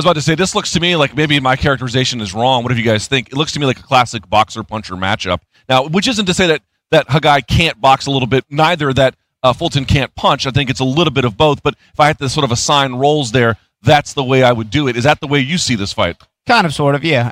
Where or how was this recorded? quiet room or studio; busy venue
busy venue